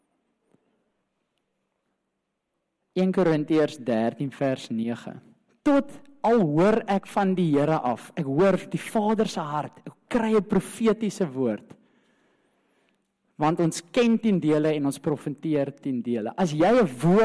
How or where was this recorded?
large echoing room